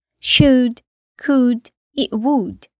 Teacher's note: O L nessas palavras também é silencioso.